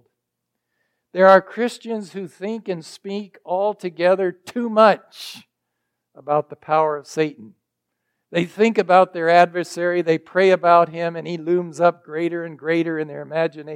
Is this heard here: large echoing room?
yes